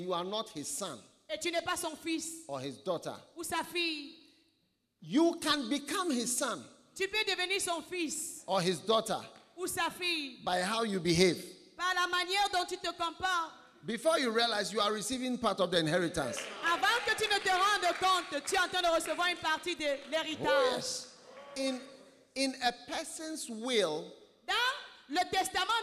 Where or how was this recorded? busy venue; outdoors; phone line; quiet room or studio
busy venue